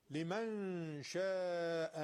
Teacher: ذكر لي، ذكر للعالمين، لمن شاء منكم، اینجا نون ساکن به شین رسیده، نون ساکن در نزد شین اخفا میشه، بوی شین هم یه ذره تو اخفا میاد، اخفا شما به خاطر شین نازکه.